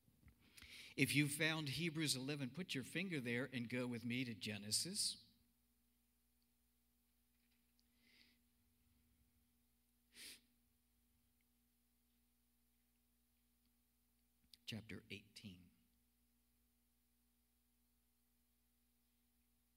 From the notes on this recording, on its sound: Cornerstone Fellowship Sunday morning service, streamed live on Oct 25, 2020.